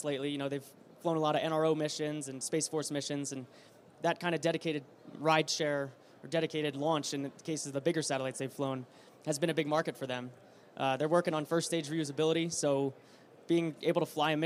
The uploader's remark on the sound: Live from Space Symposium 2023. Live from the Redwire booth at Space Symposium 2023! Then talk with a trio of drop-in guests.